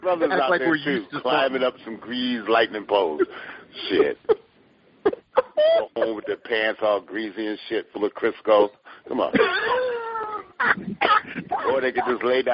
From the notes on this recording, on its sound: sits in on a phone conversation